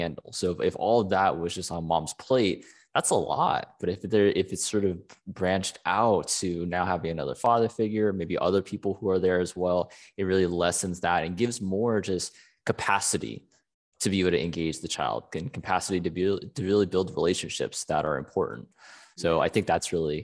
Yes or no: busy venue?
no